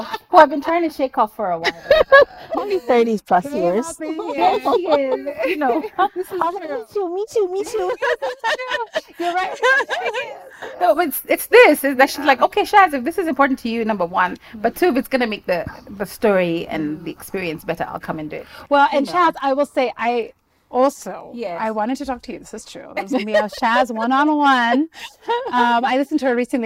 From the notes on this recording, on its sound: This episode was recorded outside, hence the sounds of nature